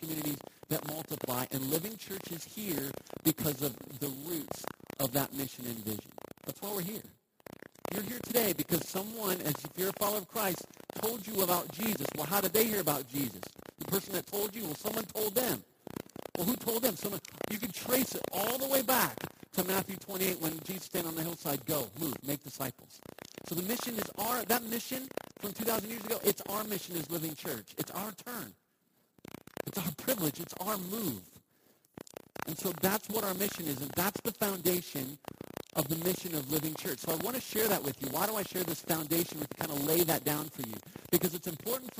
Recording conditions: poor sound quality